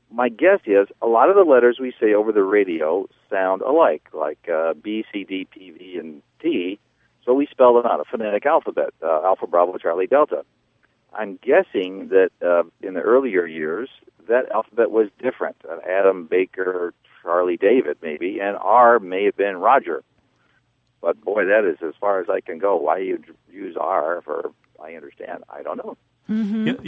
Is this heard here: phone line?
yes